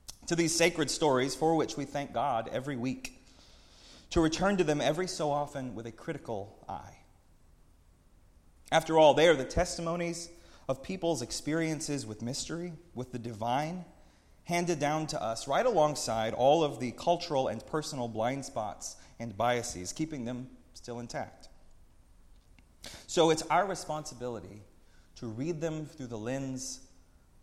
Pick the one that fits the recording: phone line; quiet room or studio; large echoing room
large echoing room